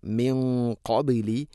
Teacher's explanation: സാകിന നൂനു ശേഷം ഖാഫാണ്, ഇഖ്ഫാ ബിഗുന്ന നേരത്തെ പറഞ്ഞതുപോലെ ശ്രദ്ധിച്ചുകൊണ്ട് ഗുന്ന ചെയ്യണം.